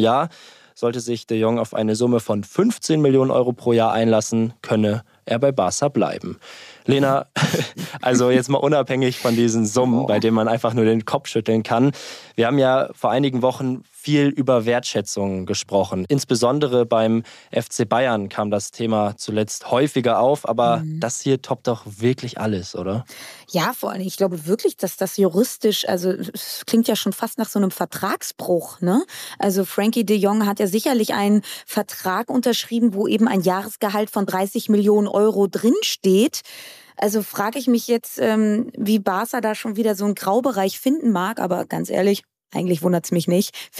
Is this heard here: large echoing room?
no